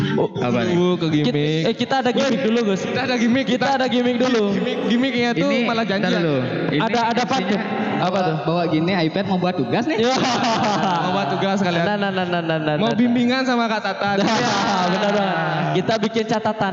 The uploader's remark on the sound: Live at Creator Corner by HIPMI Denpasar. Kebetulan live langsung di acara Denfest, kolaborasi dengan HIPMI Denpasar.